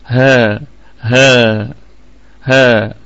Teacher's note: طيب هذا طبعا اسم إشارة الكلمة كلها مرققة والهاء فيها مد طبيعي وصلا وقفا